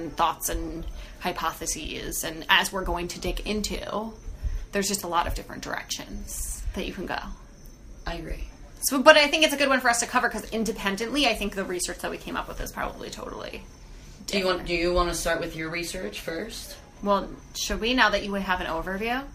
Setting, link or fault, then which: fault, sounds in the background